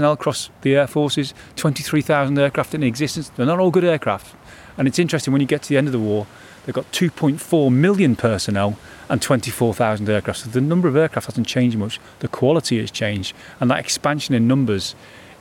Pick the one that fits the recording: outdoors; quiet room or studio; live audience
outdoors